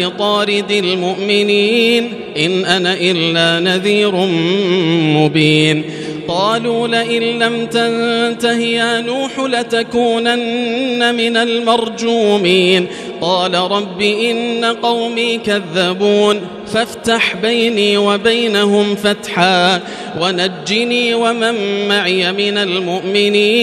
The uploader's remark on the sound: This is Live Recitation from Masjid ul-Haram in Al-Makkah Al-Mukarramah, 1440 H./2019 A.D. Special thanks to Haramain Recordings for this recitation.